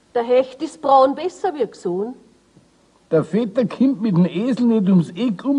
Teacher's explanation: Wo uns das E in seiner höchsten Lage begegnet, schleift es bereits etwas vom I mit.